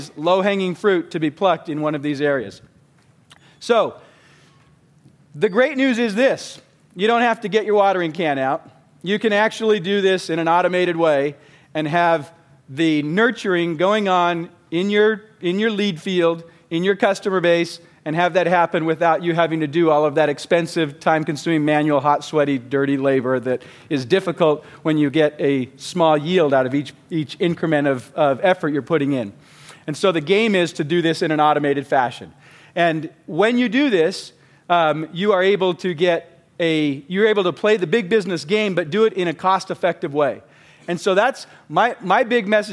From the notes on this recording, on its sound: Recorded live at the Genius Network Annual Event.